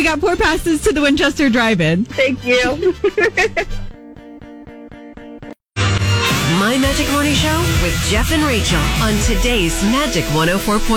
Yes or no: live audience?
no